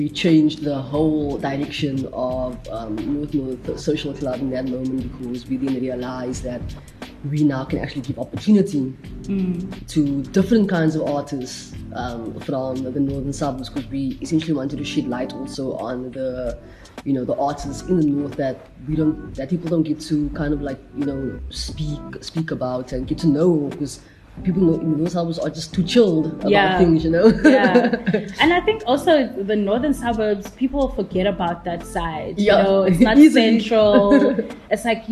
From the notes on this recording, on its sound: Special thanks to Ground Culture for letting Outside Radio record this episode at their coffee shop.